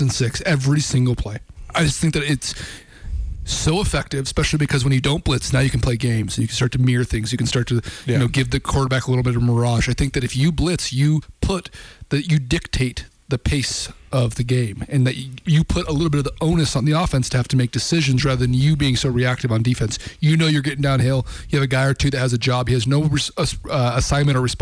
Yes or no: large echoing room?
no